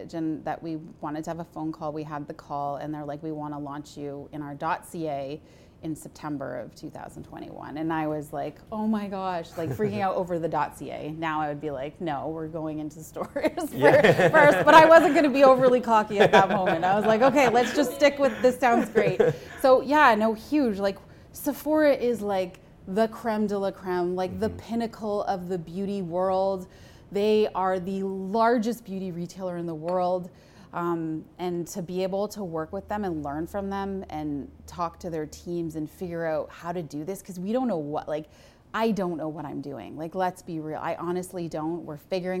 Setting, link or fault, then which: setting, live audience